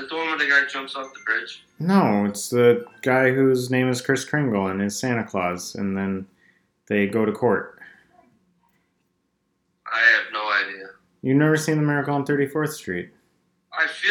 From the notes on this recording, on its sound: call in from atlanta